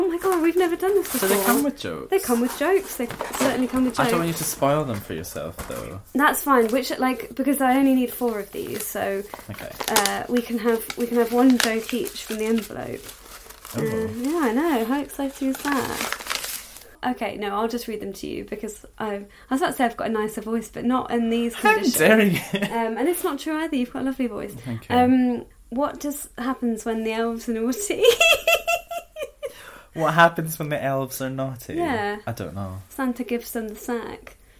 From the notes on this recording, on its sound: We are so sorry for the mobile phone interference you can hear in this episode - one of us (mentioning no names) forgot to turn their phone off during the recording...